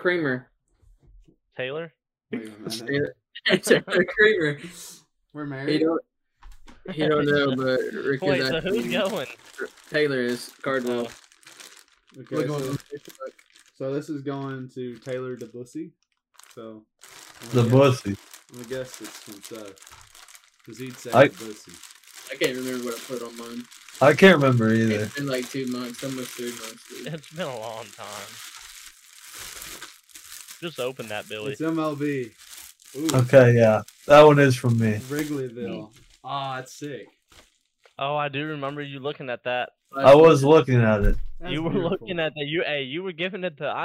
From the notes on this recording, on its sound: Recorded very late and uploaded even later. Watch this on YT because just listening to the audio is probably horrible.